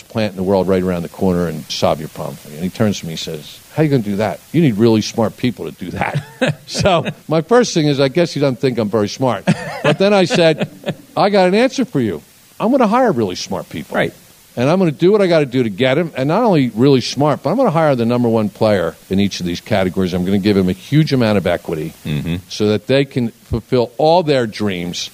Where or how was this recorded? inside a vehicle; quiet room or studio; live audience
live audience